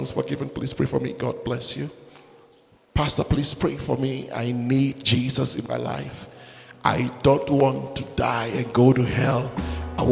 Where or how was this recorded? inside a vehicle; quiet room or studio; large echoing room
large echoing room